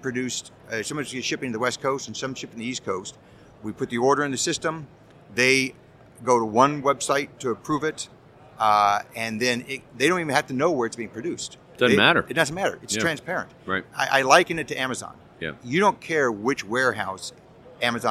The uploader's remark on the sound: Recorded live at the Printing United Expo.